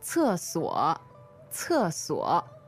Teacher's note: fourth tone and third tone